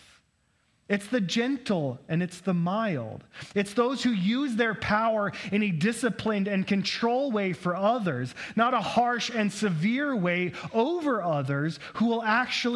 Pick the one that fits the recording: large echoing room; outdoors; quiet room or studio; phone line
large echoing room